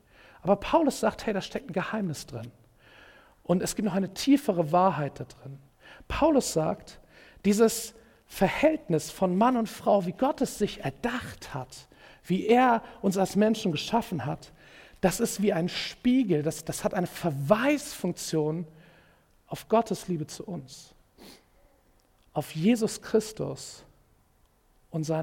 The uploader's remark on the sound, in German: Predigt im Rahmen des GreifBar+ Gottesdienstes.